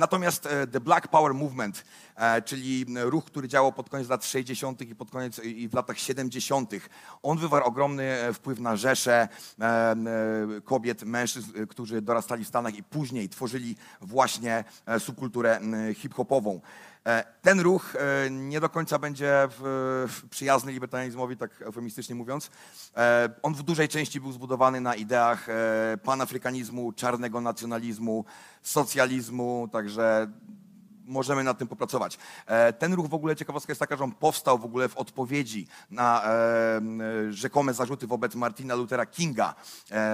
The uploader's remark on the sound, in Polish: Odcinek jest nagraniem wystąpienia z Weekendu Kapitalizmu - trzech dni celebracji wolności, niezależności i dobrego biznesu; prelekcji, debat i pokazów filmowych. W warszawskim Teatrze Palladium.